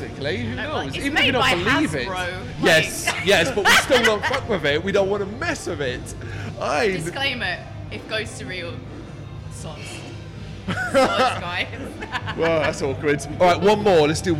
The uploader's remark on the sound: Live From AoniaFest V. Live at the festival.